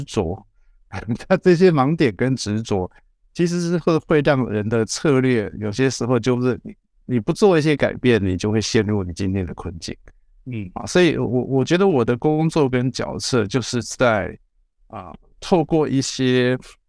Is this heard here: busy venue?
no